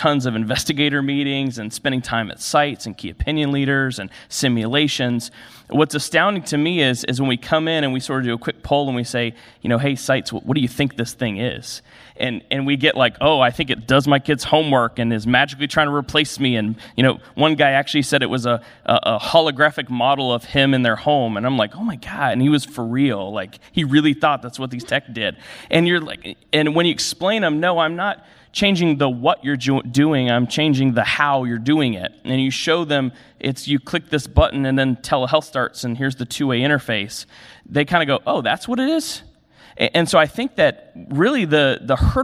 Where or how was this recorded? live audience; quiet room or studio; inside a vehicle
live audience